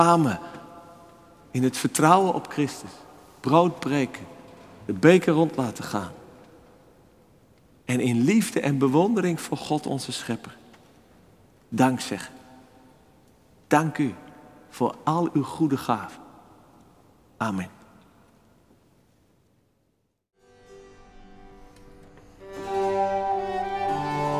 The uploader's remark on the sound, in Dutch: Opgenomen op 4 februari 2024 in de Noorderkerk te Amsterdam